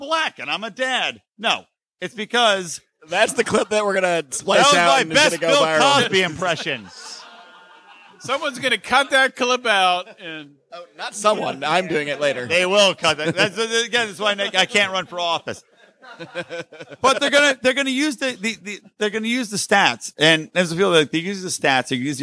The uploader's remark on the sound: LIVE From PorcFest! Recorded live in front of a studio audience at PorcFest! All six Lions of Liberty were in person on the same show.